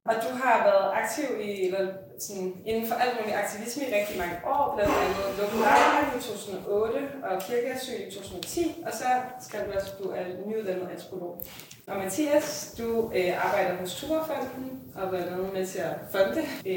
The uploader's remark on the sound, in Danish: Dette afsnit af Den Grønne Frekvens er en liveoptagelse om aktivisme fra vidensfestivalen GRASP fra oktober 2022.